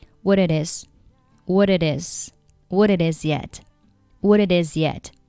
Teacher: what,末尾 t,不发音，然后是 it 和 is 进行一个连读